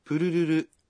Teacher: tapi huruf R-nya jangan diperjelas saat mengatakan ru dalam purururu